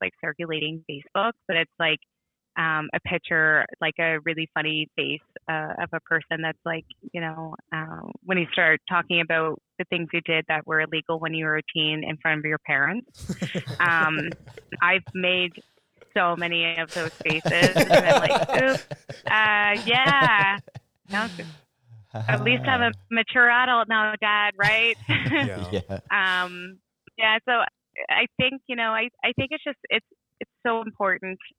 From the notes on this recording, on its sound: We're here on the phone